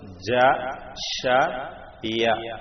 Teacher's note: നാവിന്റെ മധ്യവും മേലെ അണ്ണാക്കുമായി ചേർന്നുകൊണ്ടാണ് ഈ മൂന്ന് ഹർഫുകൾ വരുന്നത്. ജ ഷ ഇയ ഇങ്ങനെ പരന്ന അവസ്ഥയിൽ ഉച്ചരിക്കപ്പെടുന്നത് കൊണ്ട് ഷജരിയ ഹർഫുകൾ എന്ന് പറയും.